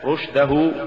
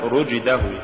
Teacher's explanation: وعلى هذا فإنه لولا رخاوة الضاد ومخرجها لصارت طاء، ولولا رخاوة الغين ومخرجها لصارت قافا، ولولا رخاوة الشين وهمسها لصارت جيما · Shown in: first take